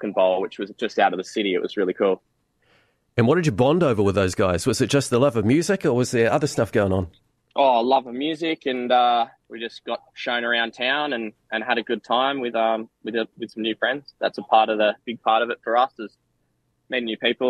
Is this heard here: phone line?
yes